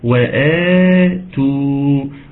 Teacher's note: المد البدل، في مد ألف بعد الهمزة